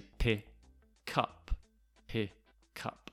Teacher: When a word ends with a consonant sound, and the next word begins with a vowel sound, the consonant sound goes to the next syllable, the beginning of the following syllable